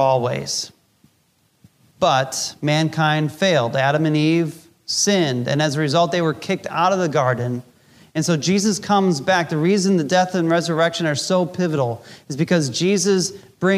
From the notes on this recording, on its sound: Recorded Live during our Easter Service.